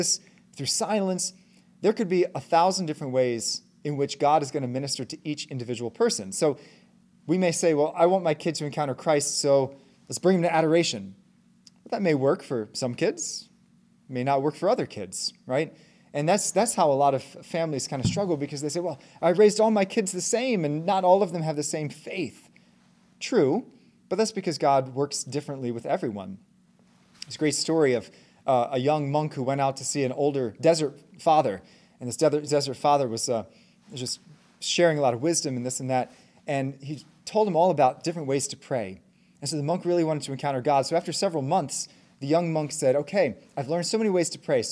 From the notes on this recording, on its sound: Talk given at the Catholic Homeschool Conference on June 9, 2023.